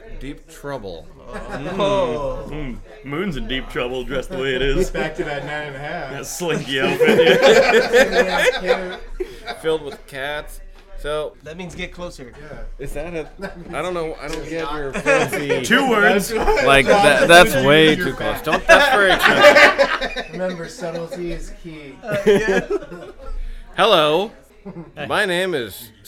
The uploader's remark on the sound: Recorded live at the Ol' Woofie holiday party.